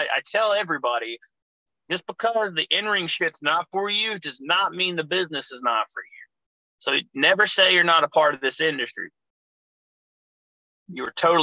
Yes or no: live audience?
no